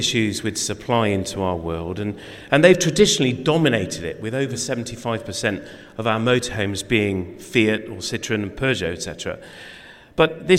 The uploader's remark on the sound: Live from Campervan Campout. In this special episode recorded LIVE on stage at Campervan Campout 2023.